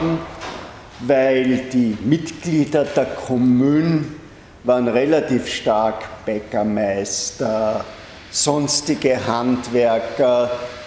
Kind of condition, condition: setting, large echoing room